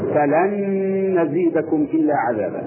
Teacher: ندخل النون الساكنة الأولى بالنون الثانية فيصبح الحرفان أو النونان نونا واحدة مشددة، فنقول فلن نزيدكم إلا عذابا. · Term: إدغام متماثلا